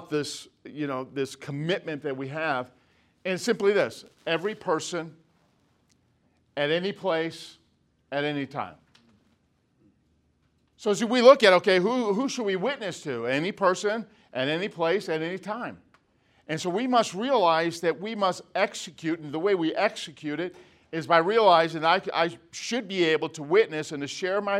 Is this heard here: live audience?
yes